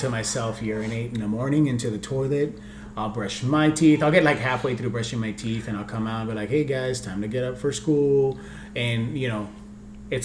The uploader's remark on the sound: First off I'm sorry I left the audio maxed out.